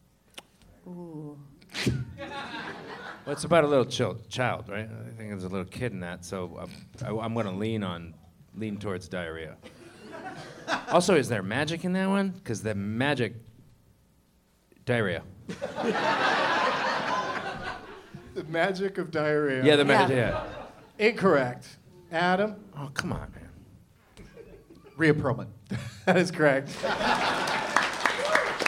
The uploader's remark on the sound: Live from the Gateway Theatre in San Francisco as part of SF Sketchfest